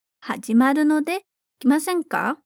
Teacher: Aqui você só tem que tomar cuidado com o fato de ser um convite. Então, tom, ele desce, ok?